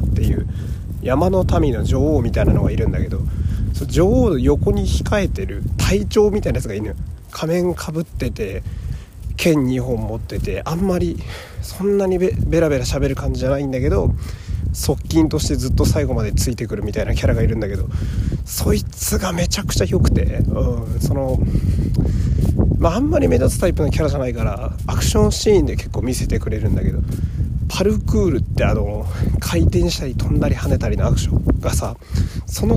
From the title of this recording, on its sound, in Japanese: 夜道を歩きながら